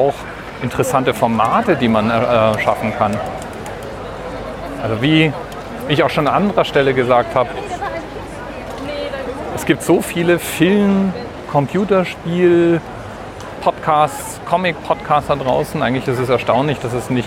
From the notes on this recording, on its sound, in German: Heute mal wieder eine Aufnahme von unterwegs, diesmal von der Frankfurter Buchmesse.